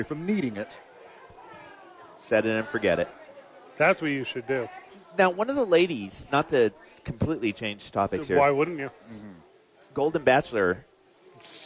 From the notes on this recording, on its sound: live at Sadies